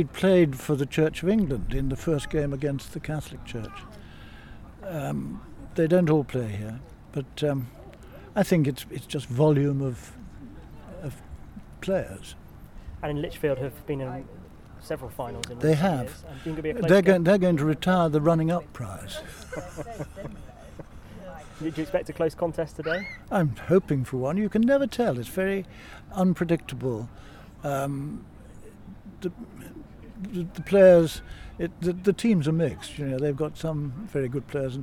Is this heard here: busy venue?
yes